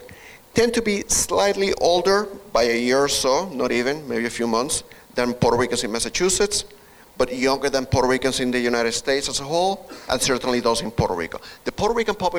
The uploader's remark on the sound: This is the audio of the public event presentation. Recorded at the Holyoke Health Center.